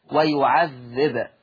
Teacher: لما الباء تسكن هتبقى مقلقله